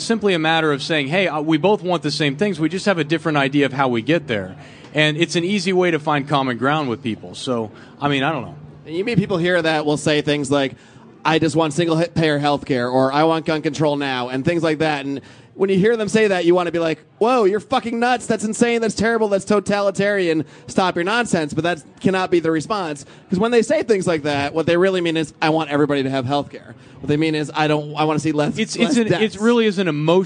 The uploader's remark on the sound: A podcast recorded live in Los Angeles at our special “Liberty Behind the Lines” event. They spent an hour taking questions from fans in attendance.